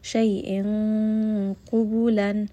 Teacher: I am going to hide this noon sakin sound within the heavy makhraj of the letter qaf. · Term: heavy ikhfa